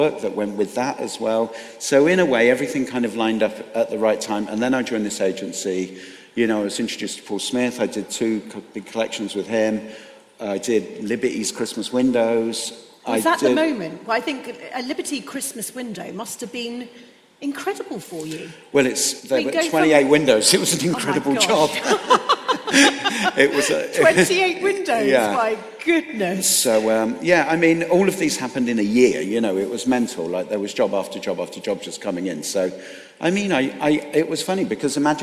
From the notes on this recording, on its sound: This week’s episode is a LIVE special podcast from The Congregation of Inspiration 2019. The 12 hour day condensed into one podcast.